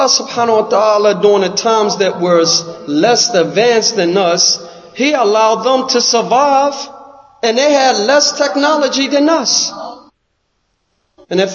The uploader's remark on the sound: Lecture given at Masjid Nur Allah, Queens, NY